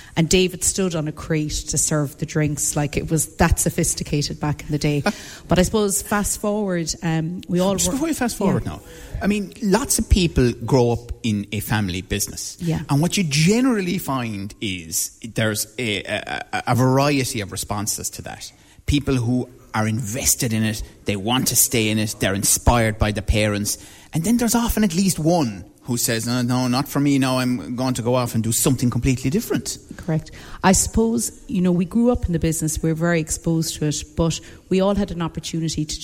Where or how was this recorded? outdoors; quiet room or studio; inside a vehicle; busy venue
busy venue